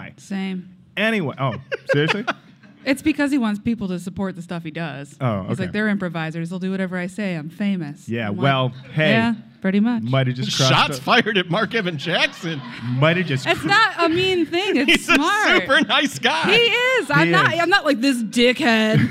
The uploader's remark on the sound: Live at Snow Day 2019.